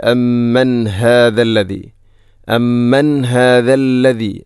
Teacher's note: അമ്മൻ ശേഷം ഹാഇൻ്റെ ശബ്ദം കൃത്യമായിരിക്കണം, തൊണ്ടയുടെ ഏറ്റവും അടിഭാഗം